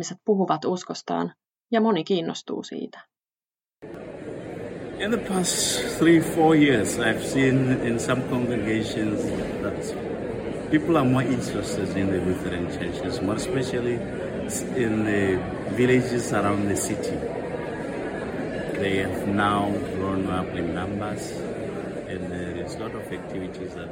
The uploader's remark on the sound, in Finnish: Ohjelma on tehty Luterilaisen maailmanliiton yleiskokouksessa Puolassa.